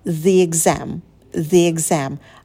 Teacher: exam начинается с гласной, значит, артикль читается через и